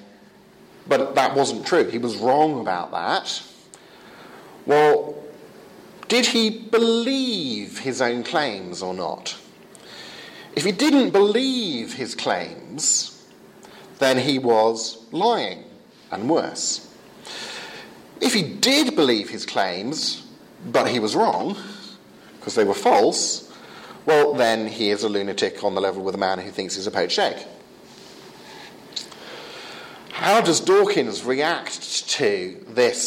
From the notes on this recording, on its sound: Lecture delivered at the 2015 Euroepan Leadership Forum in Wisla, Poland.